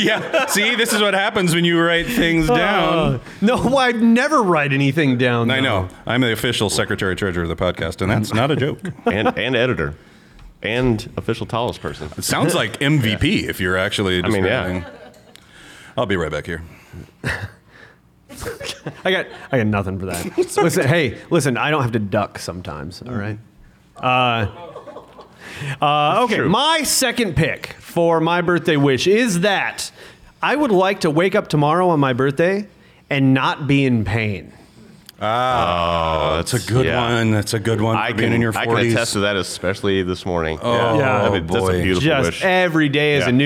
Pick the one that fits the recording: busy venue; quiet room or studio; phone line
busy venue